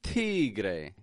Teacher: In Spanish, when they pronounce the T sound, they don't exactly pronounce the T sound by having their tongue go behind their teeth. In Spanish, they actually press the tongue to their teeth.